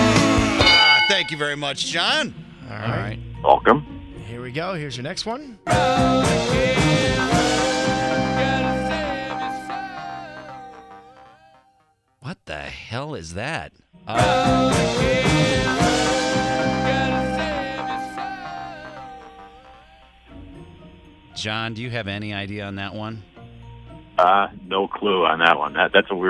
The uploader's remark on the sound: Drive listeners call